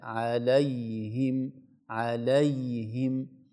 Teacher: فتحة اللام مع سكون الياء هي التي تعطي اللام راحتها والياء حقها